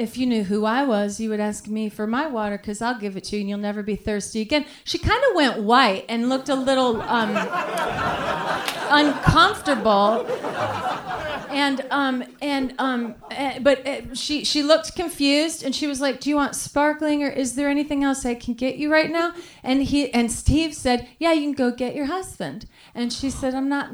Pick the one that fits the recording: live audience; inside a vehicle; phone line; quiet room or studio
live audience